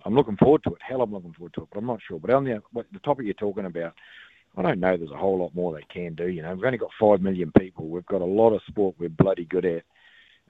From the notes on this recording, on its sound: He goes to the phone and text lines